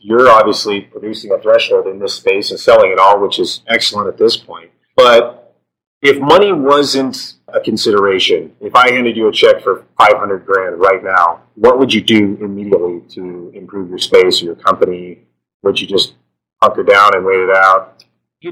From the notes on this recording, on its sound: Forgive any issues with sound quality on this episode. We had a small microphone glitch while recording.